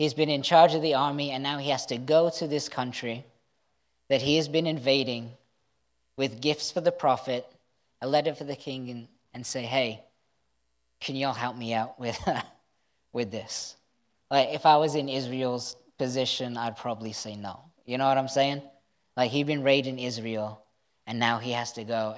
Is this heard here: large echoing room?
yes